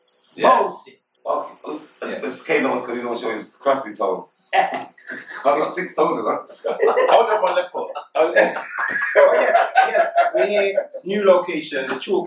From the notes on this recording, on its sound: messed up the recording